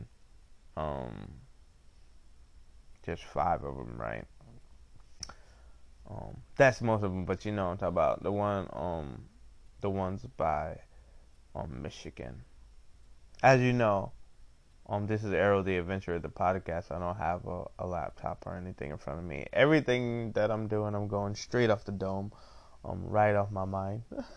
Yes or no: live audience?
no